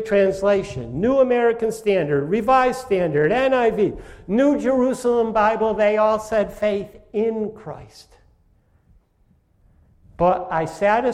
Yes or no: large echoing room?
yes